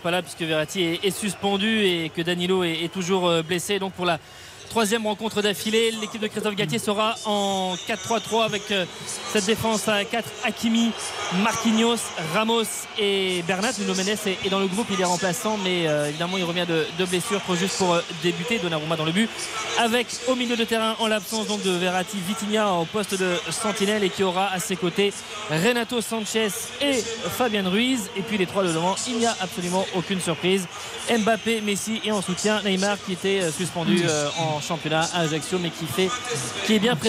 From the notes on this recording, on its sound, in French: en direct du Parc des Princes